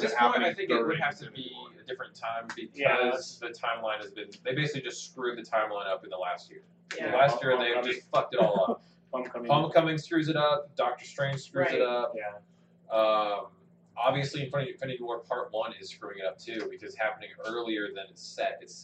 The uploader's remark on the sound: The audio quality in this episode is quite rough. We had some driver errors, that after fighting with the computer to try to recognize our hardware, we gave up and recorded with our camera's built in microphone, and it is rough. I took that time to attempt to make the audio more bearable.